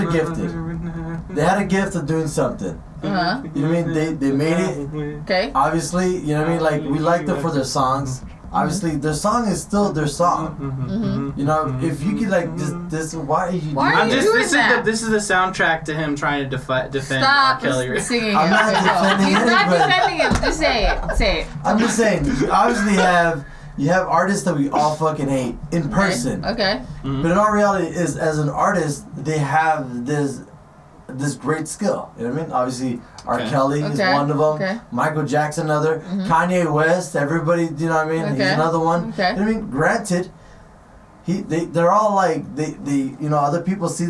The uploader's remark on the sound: Enjoy our newly renovated, purely conversational drunk-style podcast and bear with us while we get used to our new mics!